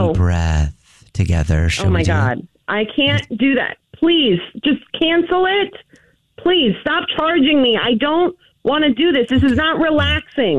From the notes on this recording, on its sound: wake up with The Jubal Show, phone prank style